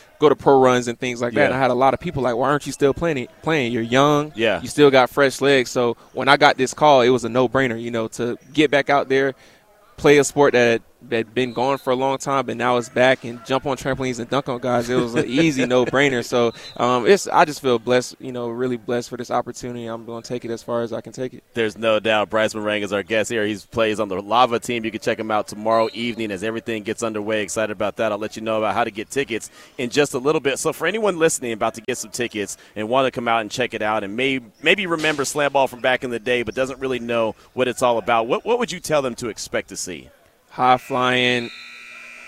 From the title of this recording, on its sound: LIVE FROM SLAMBALL!